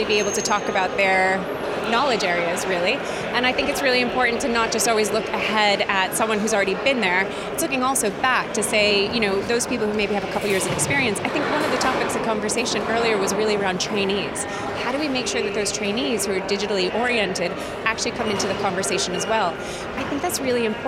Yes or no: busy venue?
yes